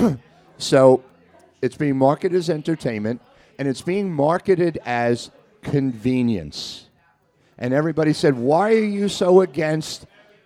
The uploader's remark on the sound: Recorded LIVE in front of an audience at Staten Island, New York's Castleton Corners Pub. Over drinks and even a few questions from the audience.